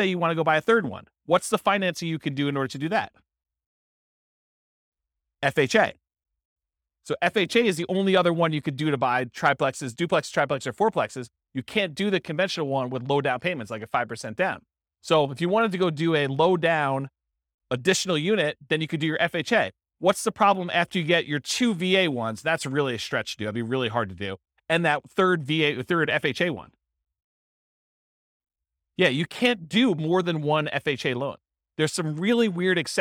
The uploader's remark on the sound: This was a live class recorded